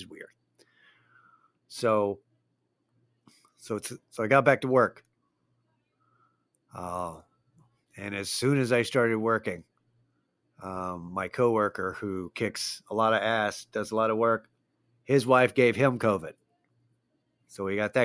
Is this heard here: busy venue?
no